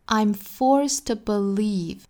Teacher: Forced 尾部 t 不发了